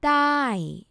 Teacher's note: it's supposed to be a short vowel sound, but Thai people pronounce it with a long vowel sound, with a falling tone